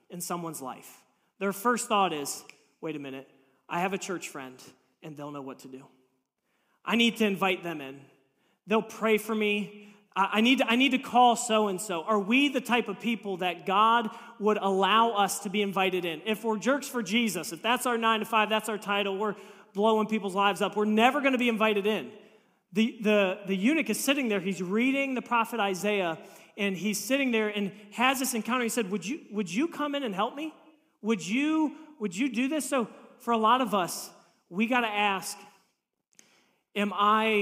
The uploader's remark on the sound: This message was preached on March 26, 2023 at FIVE39 Church.